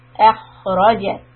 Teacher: هو الذي أخرج. The خ، you're going to hold the sound أخ and raise the back of the tongue, أخرج، and push the raw.